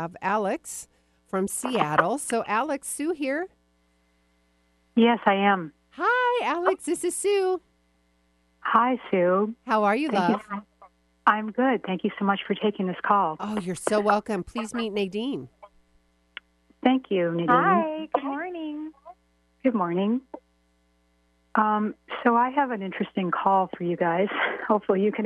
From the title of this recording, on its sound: Call in show LIVE!